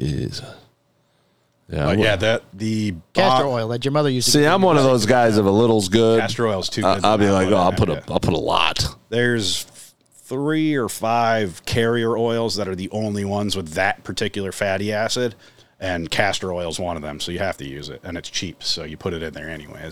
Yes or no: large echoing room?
no